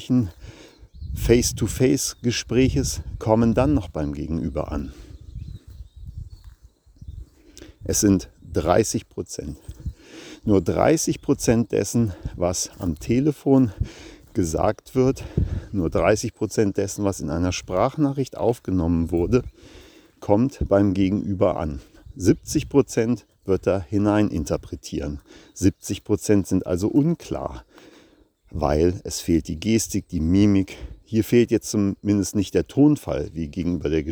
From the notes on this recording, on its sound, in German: live im Wald gesprochen